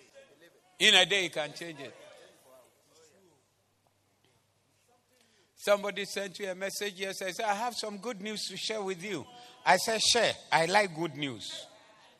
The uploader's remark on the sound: Preached at the Zeloo Service